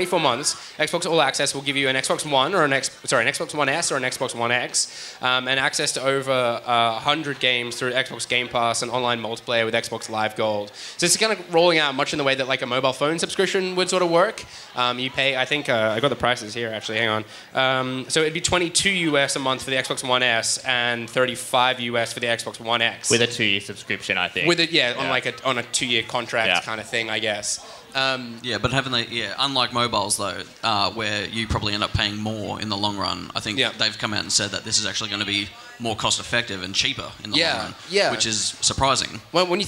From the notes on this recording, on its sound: Live at Federation Square. Cast live from Federation Square.